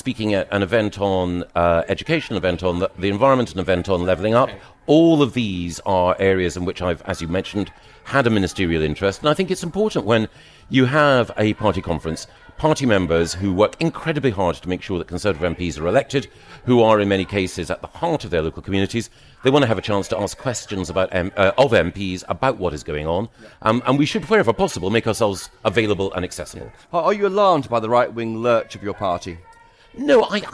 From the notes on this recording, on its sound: Live at the Conservative Party Conference. Well-timed heckling from the protestors outside the tent.